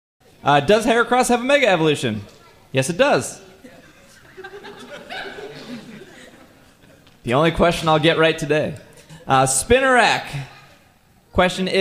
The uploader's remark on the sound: Live Show Recorded live at C2E2 2017. You hear a lot of "nopes", but they are kept. This has been cut down from fully live version!